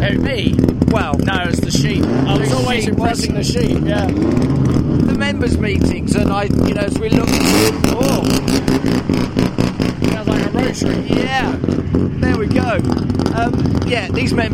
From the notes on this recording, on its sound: Talks at the 75th Members Meeting.